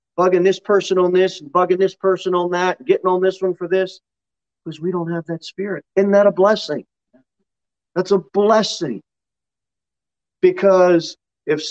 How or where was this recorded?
large echoing room